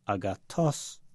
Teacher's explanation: You hear the voice going up on the last syllable.